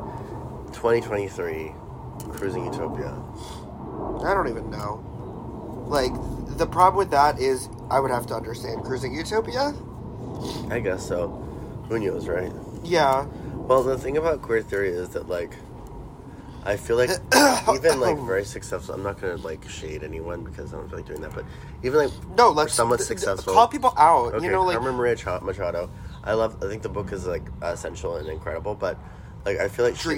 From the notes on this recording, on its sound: don't come at us about the sniffling